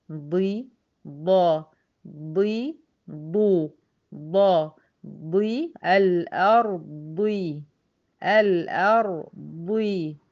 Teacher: مفخمة من حروف التفخيم، ولا تتأثر بكسر، إذا كسرت لا تتأثر · Term: الضاد